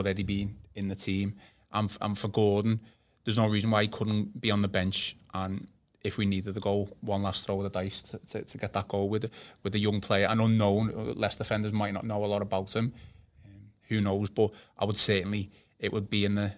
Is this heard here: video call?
no